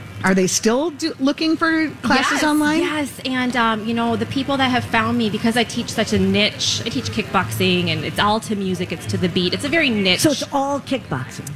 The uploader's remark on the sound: carry on live at the Minnesota State Fair!